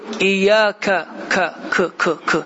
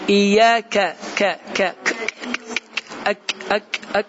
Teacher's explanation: Kaf harfinde bəziləri k k iya k k k k k biraz qalın k kimi deyir amma bu qalın k deyil incə bir k · Shown in: second take